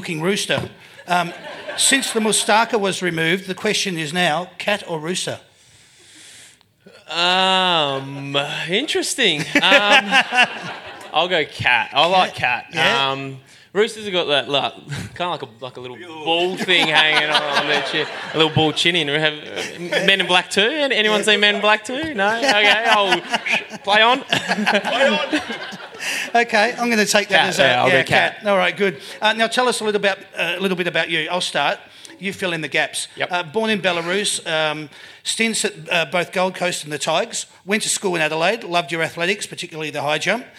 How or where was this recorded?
live audience